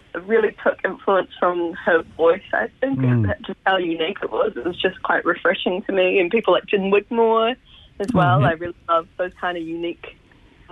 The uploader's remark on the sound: LIVE on the line to chat.